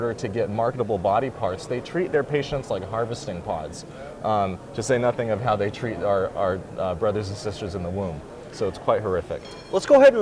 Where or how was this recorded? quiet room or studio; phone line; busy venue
busy venue